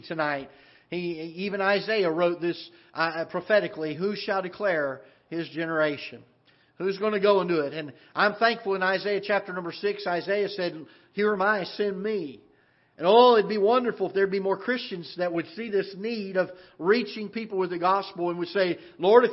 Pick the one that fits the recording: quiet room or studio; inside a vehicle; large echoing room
large echoing room